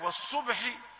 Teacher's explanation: قلقلنا الباء، قلقلنا الباء من حروف القلقلة، باء ساكنة